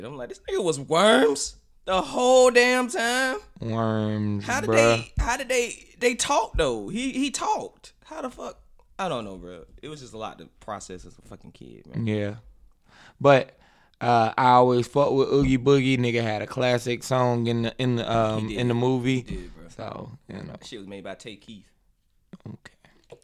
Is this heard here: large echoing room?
no